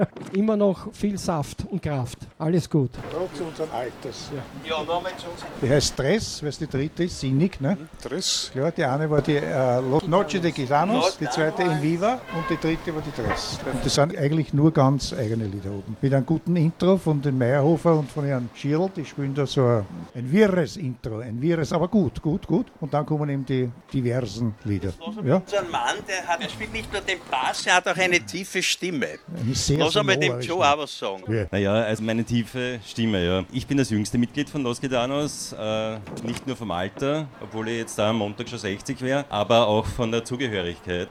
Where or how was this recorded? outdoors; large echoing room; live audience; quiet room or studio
outdoors